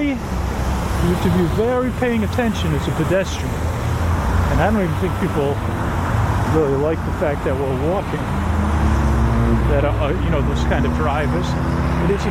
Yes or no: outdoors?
yes